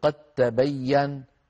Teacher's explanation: الثانية: الدال في التاء، نحو قد تبين، تقرأ قد تبين ولا يبقى للدال أثر عند الوصل